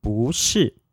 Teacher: The rule is, if the second character is first tone, second tone, or third tone, 不 remains as a fourth tone. But when the second character is fourth tone, we will change 不 into a second tone